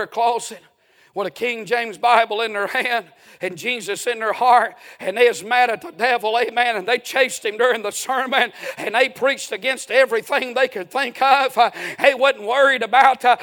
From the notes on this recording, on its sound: A sermon preached Sunday Evening, on May 14, 2023.